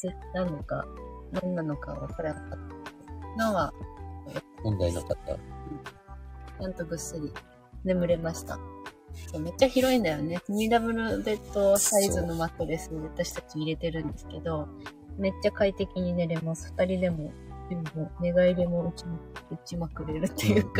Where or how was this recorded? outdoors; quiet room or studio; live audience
outdoors